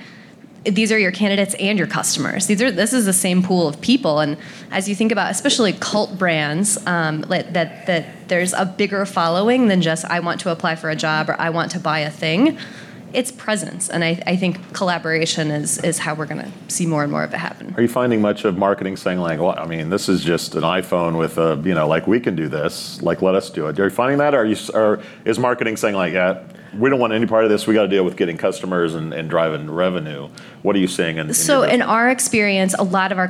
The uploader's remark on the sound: All-Star Panel, Live From TAtech in Chicago. Some of the industry’s most respected folks joined the boson stage for some good ol’ fashioned verbal jousting.